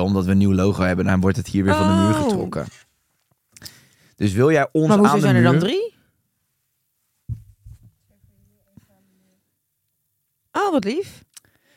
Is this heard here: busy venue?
no